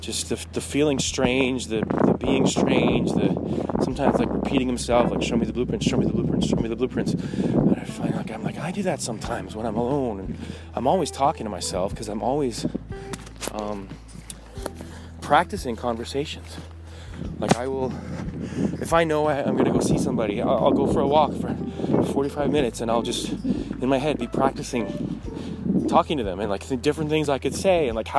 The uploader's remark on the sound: Talking While Walking in the Woods.